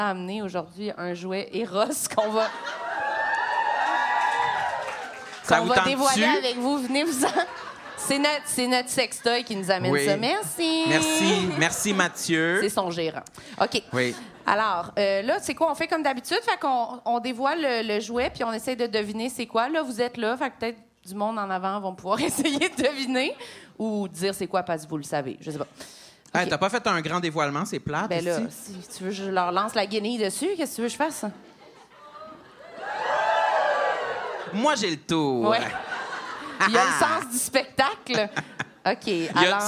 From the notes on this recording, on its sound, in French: enregistrement LIVE devant public au Cabaret Lion d'Or de Montréal